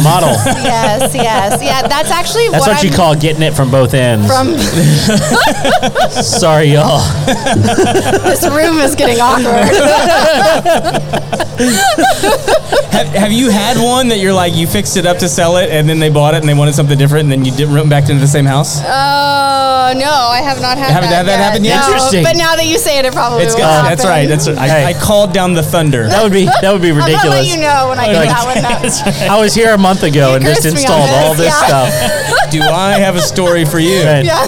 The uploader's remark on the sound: LIVE at Sawyer Park. At a live event in Spring TX.